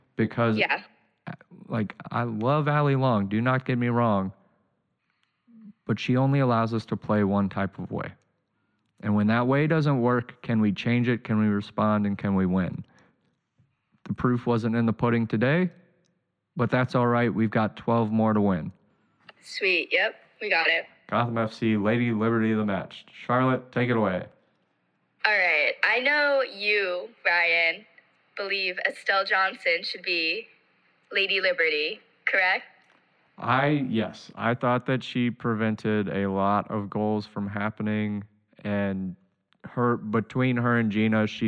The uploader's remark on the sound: We have a first episode doing a call in set up